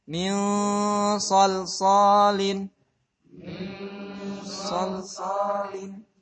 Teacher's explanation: Lam mati, lam mati sifatnya bainiyah.